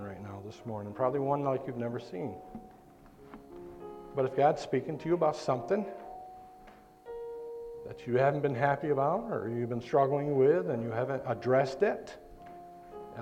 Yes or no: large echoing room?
yes